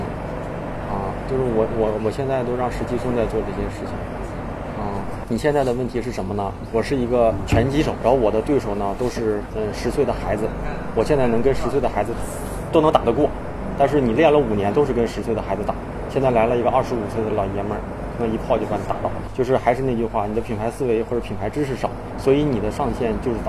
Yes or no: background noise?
yes